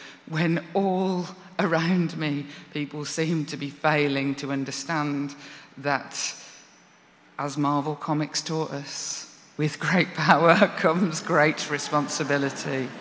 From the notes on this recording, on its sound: Recorded at 5x15 live in London at EartH Hackney on 8th October 2019.